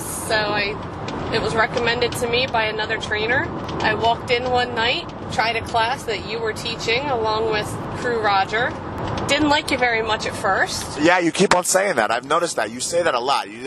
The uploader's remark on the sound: Friday Night Car Ride. Hang out in the backseat. Zoom down the New Jersey Turnpike.